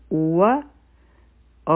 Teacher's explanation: واو د پاره به مونږ خپلې شونډې ګول کړو او فتحه به ادا کړو